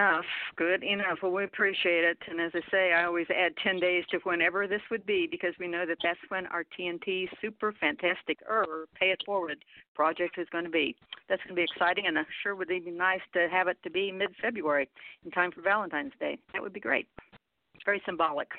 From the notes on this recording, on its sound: TNTSuperfantastic Conference Call